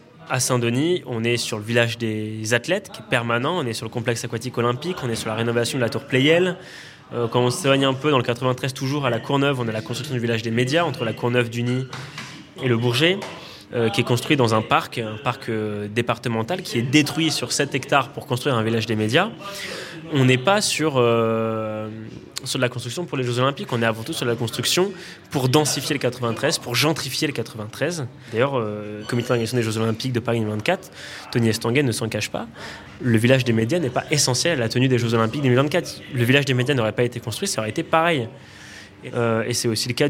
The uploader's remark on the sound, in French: Extrait sonore de la table ronde à l’occasion de l’événement Demain le sport